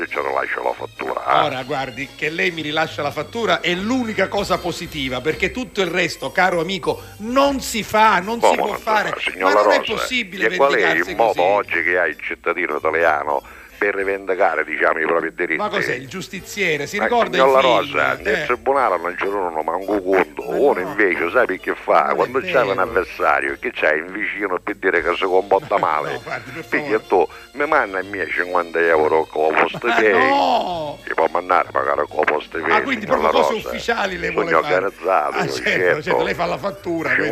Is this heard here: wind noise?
no